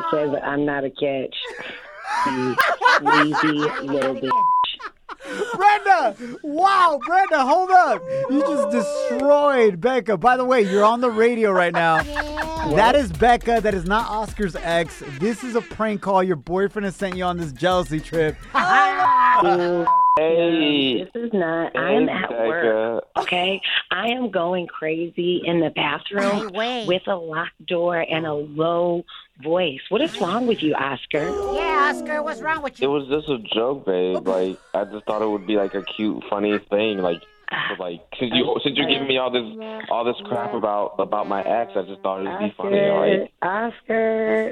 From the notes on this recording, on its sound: We opened up the phone lines and asked our listeners their tattoo regrets.